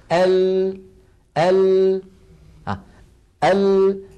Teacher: اللام لم يجري معها الصوت جريانا تاما ولم ينحبس انحباسا كاملا